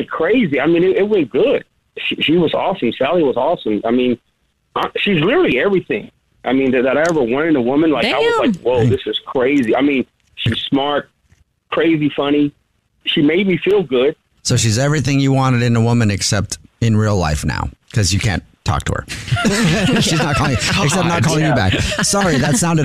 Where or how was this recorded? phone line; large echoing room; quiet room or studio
phone line